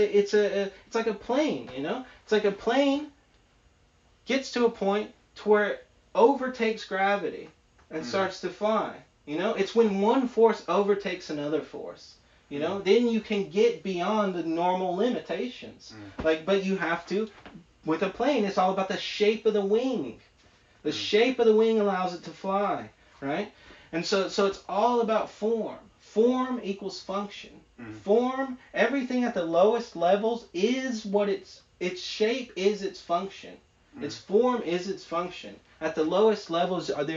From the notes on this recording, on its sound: Sorry for the audio quality. Still learning to edit.